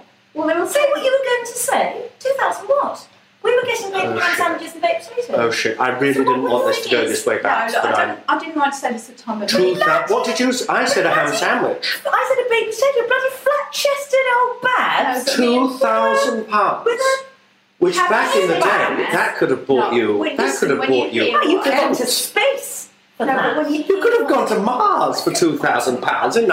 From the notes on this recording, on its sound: I have been ill darlings and also without anyone to help me with sound so quality wise this is a pile of shit, it really is. The interview is cursed with an ugly buzz, the wraparound bits are accidentally done in mono and there appears to be a tiny man writing with a pencil throughout.